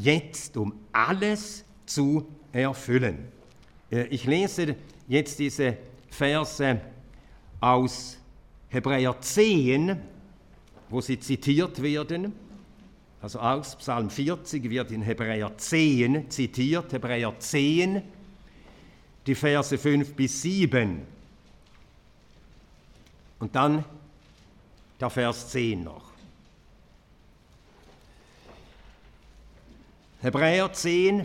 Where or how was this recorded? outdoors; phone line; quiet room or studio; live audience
live audience